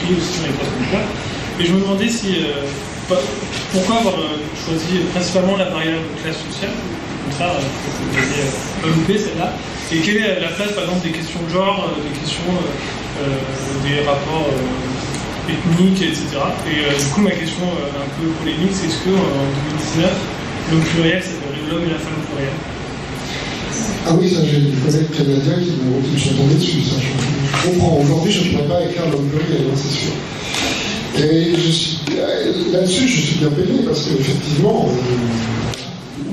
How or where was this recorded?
live audience